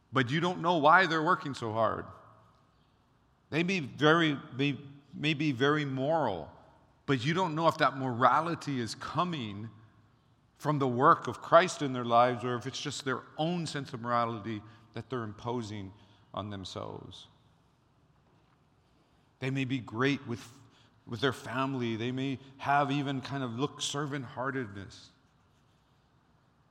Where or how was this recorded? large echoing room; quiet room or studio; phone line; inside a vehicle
large echoing room